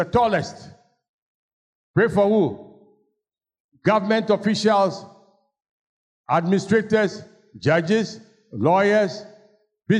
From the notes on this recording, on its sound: Sermon preached at CBC Shiashie Campus